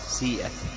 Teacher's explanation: وقرأ الباقون سيئت بالياء الخالصة، بالكسرة مع الياء الخالصة، وهي قراءتنا قراءة حفص سيئت.